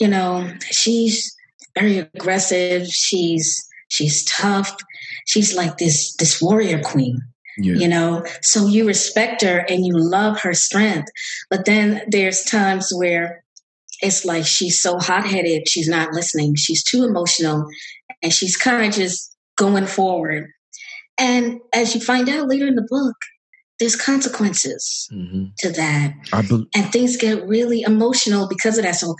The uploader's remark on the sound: Zoom virtual book discussion.